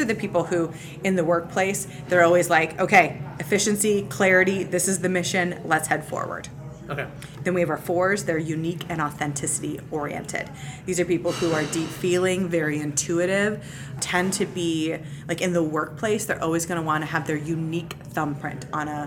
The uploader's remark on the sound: OnBrand Conference in Omaha, Nebraska. Right next to where the taco bar was being set-up.